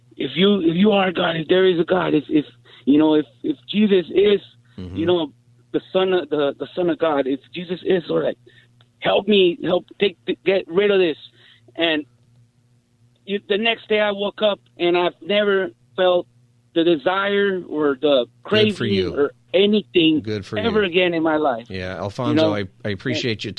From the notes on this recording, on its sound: Open Phone Friday